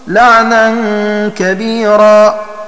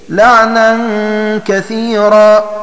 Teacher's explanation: وقرأ عاصم لعنا كبيرا بالباء الموحدة التحتية، وقرأ غيره بالثاء المثلثة الفوقية لعنا كثيرا